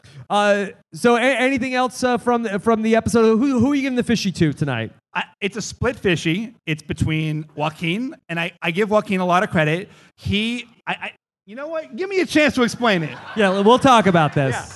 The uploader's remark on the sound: LIVE from the Gotham Comedy Club in NYC.